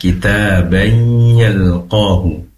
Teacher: Kitabai, kita tak di sini dibaca 2 harokat mad tabi'i. Kemudian ada tanwin bertemu dengan ya idgham bigunnah